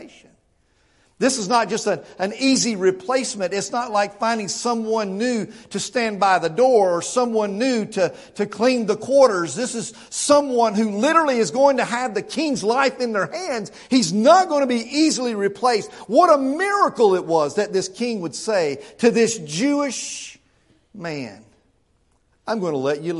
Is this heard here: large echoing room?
yes